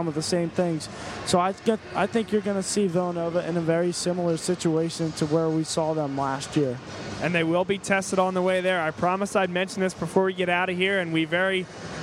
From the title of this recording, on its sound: Live From The Palestra